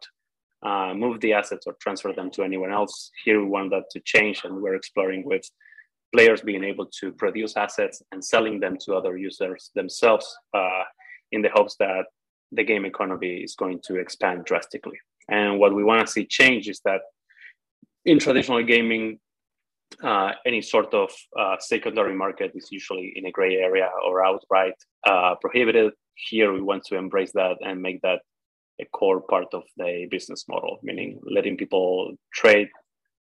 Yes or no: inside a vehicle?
no